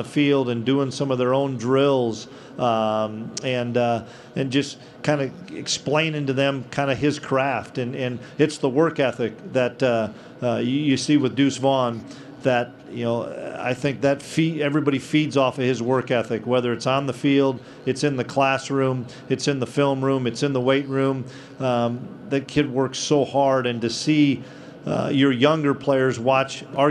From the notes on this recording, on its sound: Press conference from Big 12 Media Days.